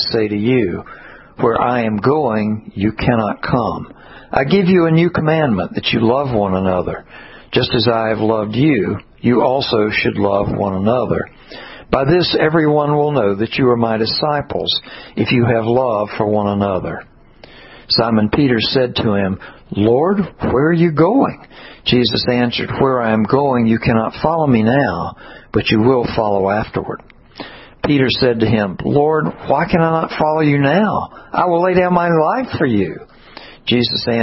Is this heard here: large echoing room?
yes